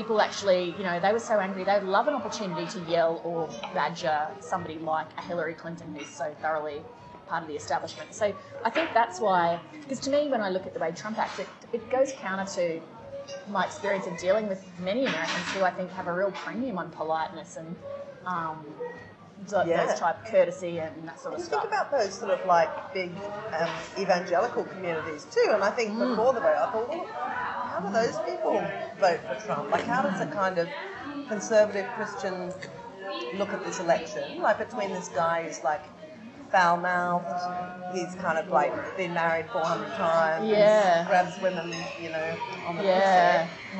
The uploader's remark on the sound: Warning: bad audio quality!